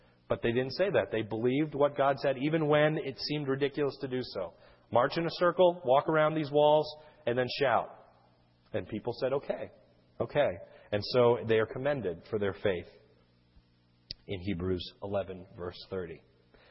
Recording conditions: large echoing room